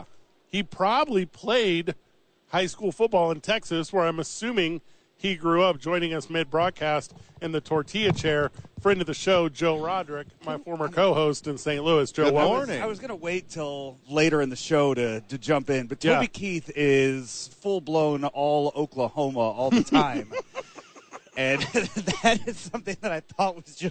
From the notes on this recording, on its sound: live from Radio Row